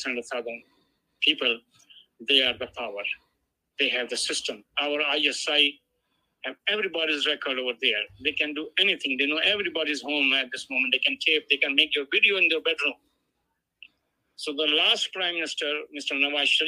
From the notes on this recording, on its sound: Joined Call in interviews.